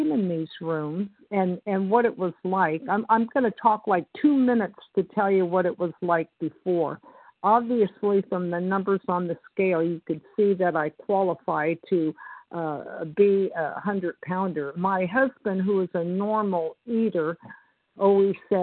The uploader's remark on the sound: from the 100 Pounders Phone Meeting